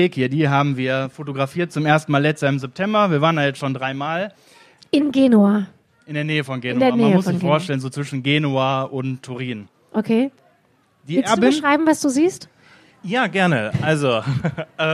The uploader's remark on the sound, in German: Podcast auswärts - LIVE mit spannenden Gästen!